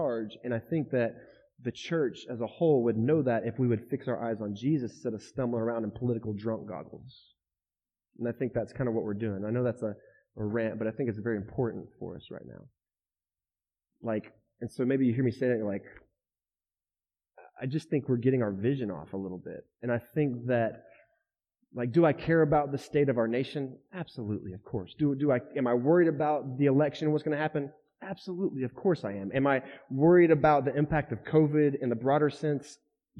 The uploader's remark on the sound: Shares his message at The River Church. This is the weekly audio podcast of The River Church in DFW.